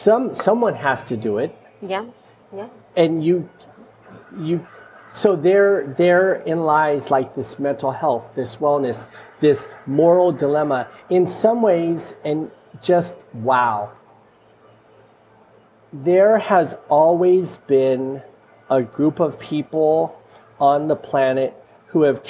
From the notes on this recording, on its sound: Recorded in a quaint coffee shop in Dubai.